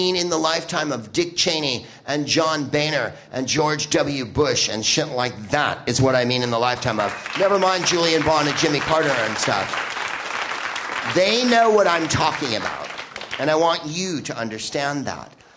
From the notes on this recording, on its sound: Live from Chicago's Up Comedy Club.